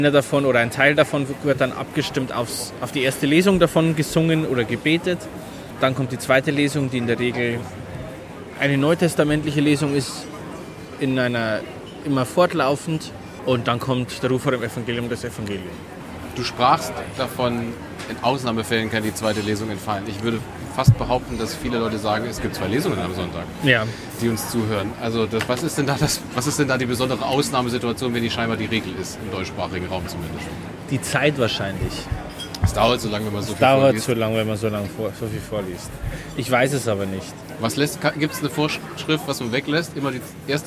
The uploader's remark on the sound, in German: in einem Biergarten (Wir haben versucht, das Maximum an Ton rauszuholen, was ging - sorry, not sorry!